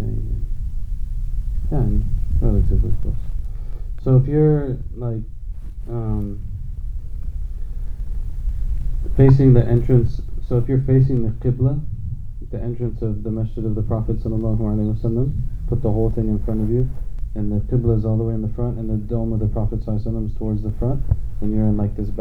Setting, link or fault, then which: fault, poor sound quality